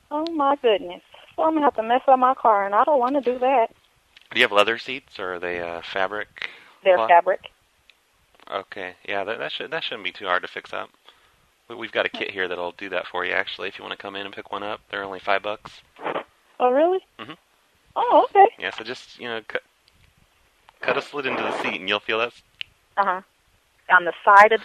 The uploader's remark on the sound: RBCP's Personal Prank Phone Calls Collection